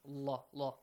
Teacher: The rule says, if there is a dhamma sound or a fatha sound, pronounce the letter lam in the word Allah, heavily with the law sound.